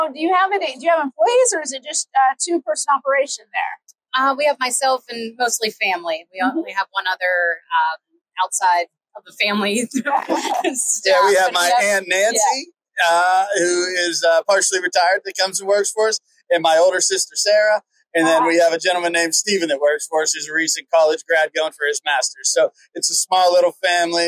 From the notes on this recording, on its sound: This year, we took The Hot Slice Podcast to the show floor at Pizza Expo. Be patient with the sound. It will be worth it to hear the enthusiasm and energy of pizzeria professionals at the show.